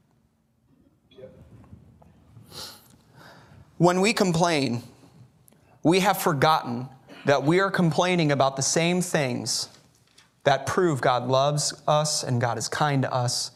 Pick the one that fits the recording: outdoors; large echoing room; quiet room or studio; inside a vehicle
large echoing room